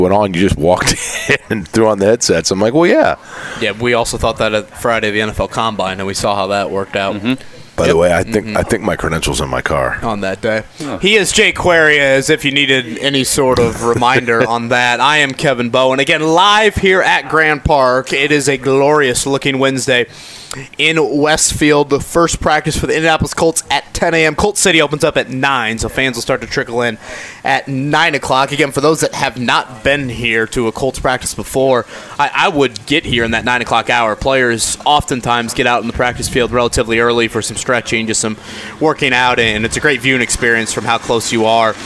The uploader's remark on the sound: LIVE AT COLTS CAMP!